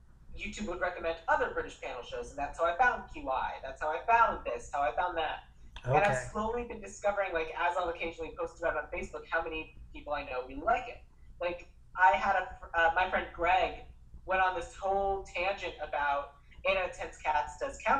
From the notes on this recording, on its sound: Recorded via Zoom